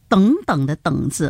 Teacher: 等等的等字，要后鼻音的